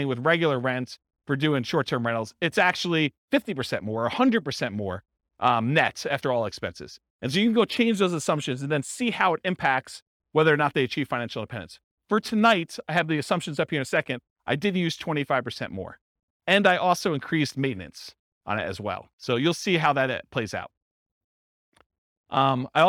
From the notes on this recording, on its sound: This was a live class recorded